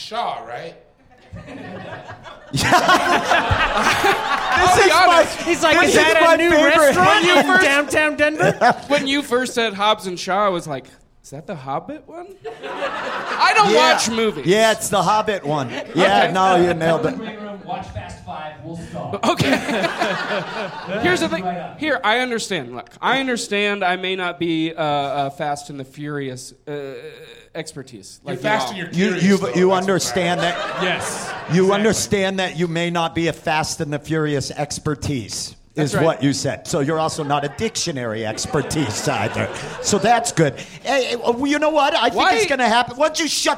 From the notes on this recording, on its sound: This live episode from High Plains Comedy Festival.